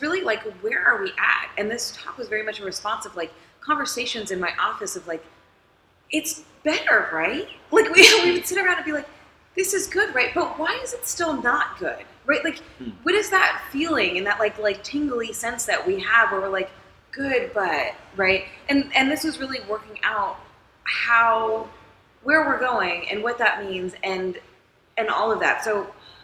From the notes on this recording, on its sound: Recorded earlier this year during Nordic Games Conference. This is a one-on-one chat.